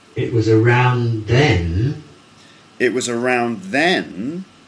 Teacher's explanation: So it goes down and then up. Okay, down first, then up. · Term: fall rise